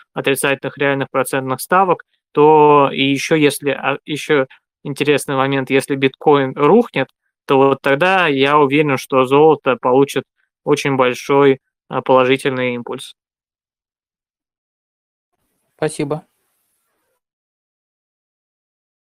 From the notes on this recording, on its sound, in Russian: Запись голосового чата на канале Долгосрочные Инвестиции 2021 Live 20 марта 2021.